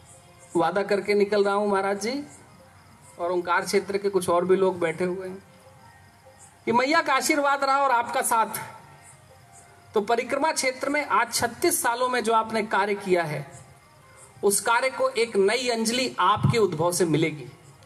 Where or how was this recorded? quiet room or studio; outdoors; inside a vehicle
outdoors